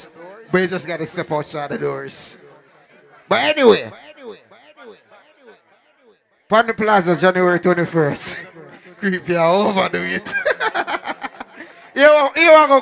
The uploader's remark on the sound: LIVE AT ISLAND SATURDAYS ON OCT 29